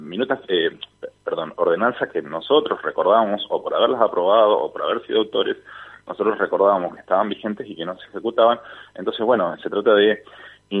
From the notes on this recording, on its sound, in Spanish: Entrevista telefónica